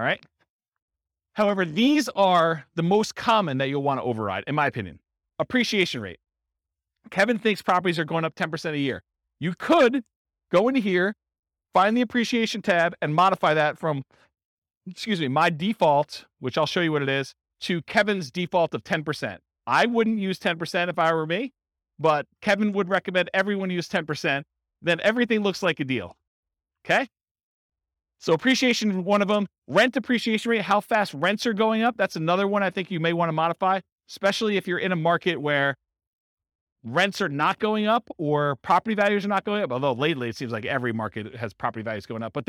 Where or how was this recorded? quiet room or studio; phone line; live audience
live audience